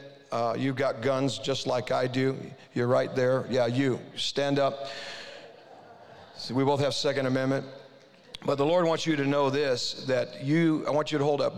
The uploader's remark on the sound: This episode is a session release from Ignite ‘22, an Ignite Christian Business Conference.